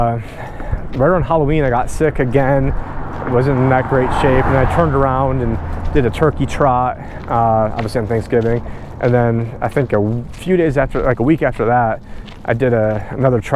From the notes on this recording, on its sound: On this walk and talk